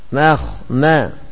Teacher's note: Kha-nya tebal. Ma-nya tipis, kha-nya tebal, ma-nya tipis, kha-nya tebal. · Term: tipis tebal